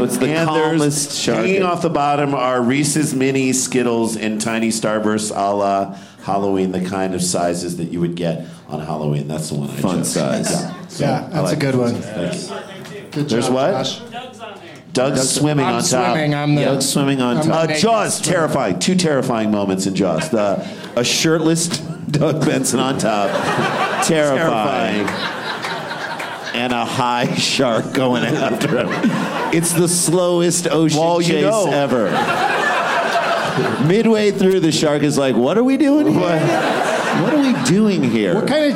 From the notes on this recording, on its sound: Live from Comedy Works in Denver